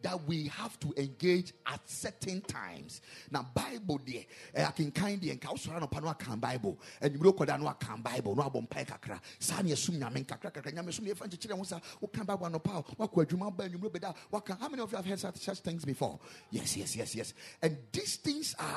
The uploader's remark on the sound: Preached at the Ekklesia Campus.